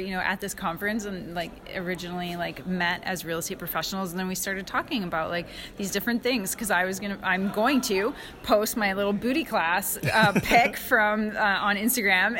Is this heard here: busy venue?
yes